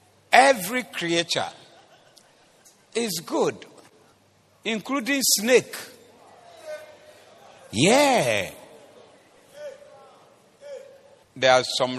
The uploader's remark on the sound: Preached at the Doxa Service